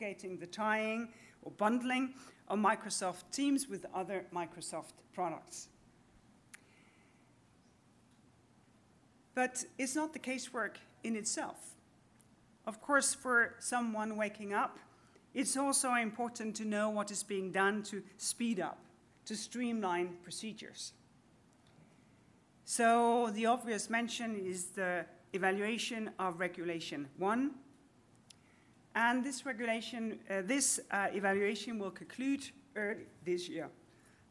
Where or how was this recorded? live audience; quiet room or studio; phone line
live audience